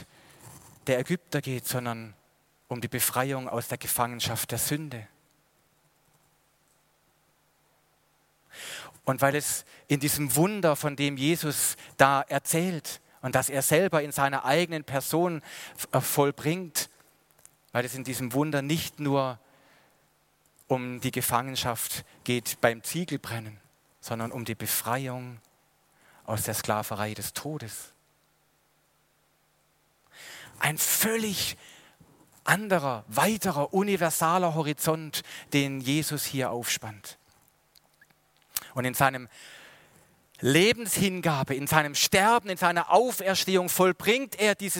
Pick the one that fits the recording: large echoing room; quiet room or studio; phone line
large echoing room